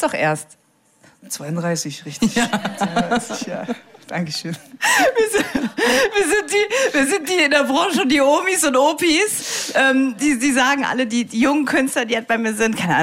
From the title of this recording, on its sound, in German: beim Liedergut Abend am Nürburgring (UNCUT)